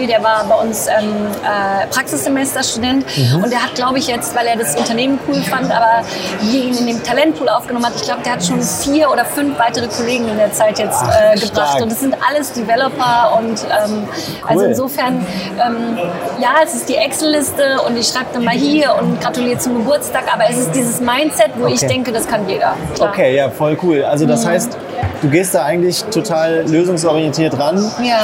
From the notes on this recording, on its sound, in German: sie fand vor wenigen Tagen live, mitten auf dem Recruiting Community Festival #RC22 in Berlin statt